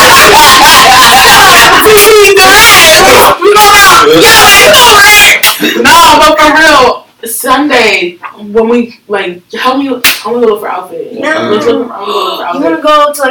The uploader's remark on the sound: Please bare with us as we use our new software for our podcast. Please ignore any audio errors.